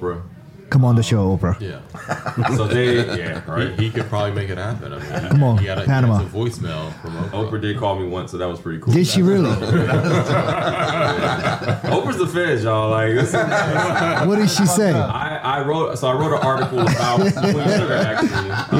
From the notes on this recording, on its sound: WHATSAPODCAST broadcasted live from the Eaton Hotel on Monday September 9th for the Take Creative Control summit.